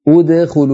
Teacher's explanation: لما نبدأ بدخلوا نبدأ بهمزة مضمومة، ادخلوا لأن الحرف الثالث وهو الخاء مضموم.